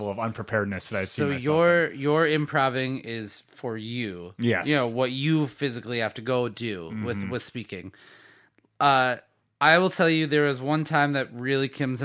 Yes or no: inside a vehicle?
no